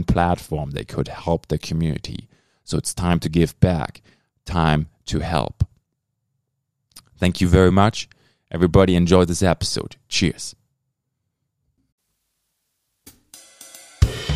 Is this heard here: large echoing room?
no